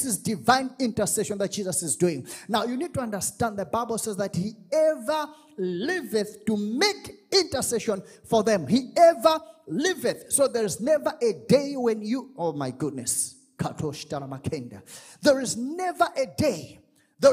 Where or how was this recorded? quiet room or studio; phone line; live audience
live audience